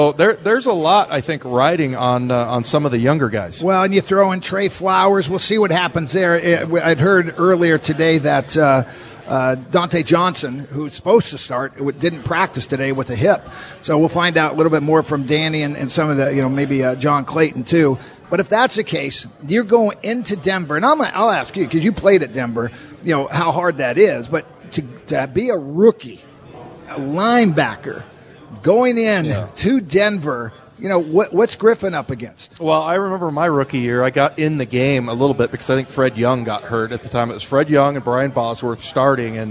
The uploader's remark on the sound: Live at Pearl Bar and Dining for Hawks Live!